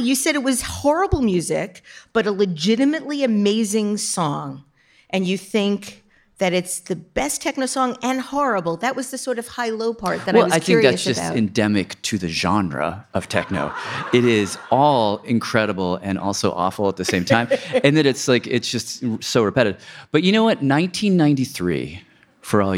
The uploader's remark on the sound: joins a studio audience in New York for the Design Matters live tour